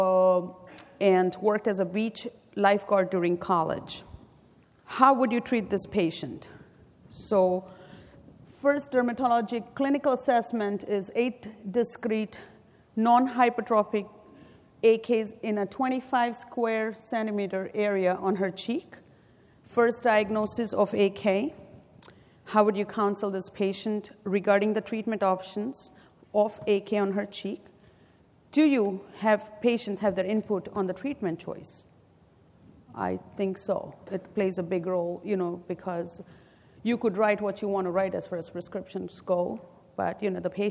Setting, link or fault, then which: setting, live audience